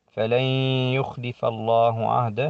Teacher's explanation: النون ساكنة قبل الياء حكم الإدغام الناقص